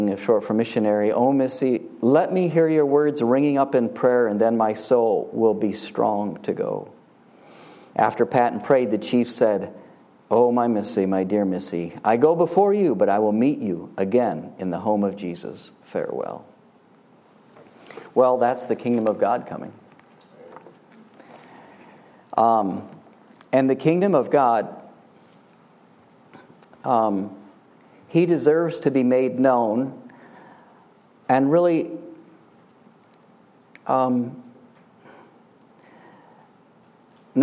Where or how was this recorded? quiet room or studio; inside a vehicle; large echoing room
large echoing room